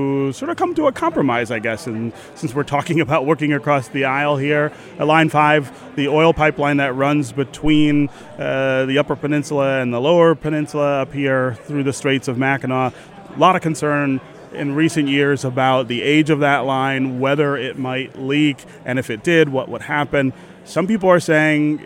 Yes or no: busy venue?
yes